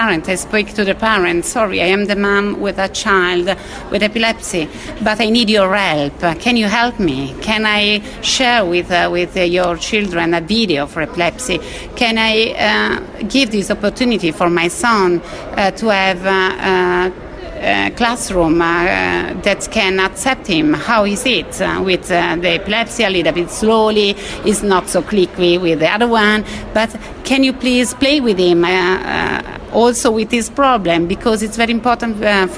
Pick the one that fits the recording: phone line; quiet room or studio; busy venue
busy venue